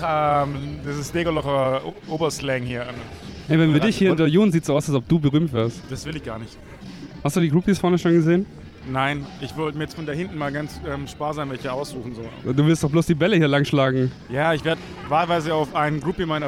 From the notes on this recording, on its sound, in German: Viva con Agua Benefizspiel. Wir starten mit einem Fazit, das wir knapp drei (wortlose) Stunden später aufgenommen haben, switchen dann direkt vom "Pre-Game" ins "On-Field"-Gequatsche und fangen abschließend noch ein paar Stimmen nach dem Spiel ein. Als schon fast niemand mehr im Stadion war.